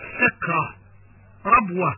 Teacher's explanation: وتاء التأنيث، إذا كتبت بالتاء المربوطة وقفنا عليها بالهاء